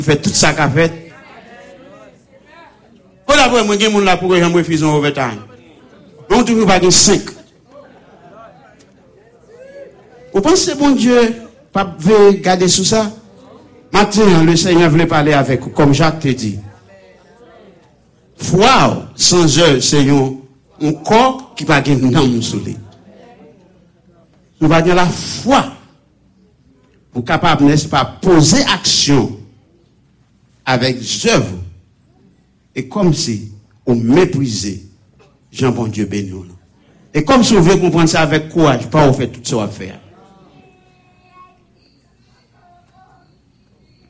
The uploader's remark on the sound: Sunday Service Live